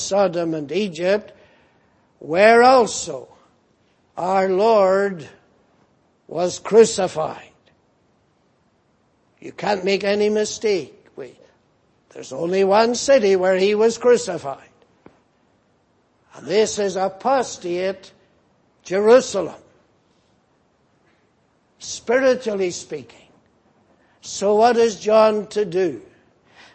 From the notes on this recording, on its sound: Preached in Grafton. At the Lord's Day Morning service on 23rd September, 2018.